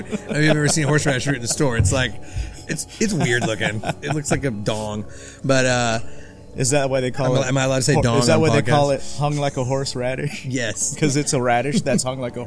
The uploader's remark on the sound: Live at Tiki Kon. We recorded this episode at this year's Tiki Kon event.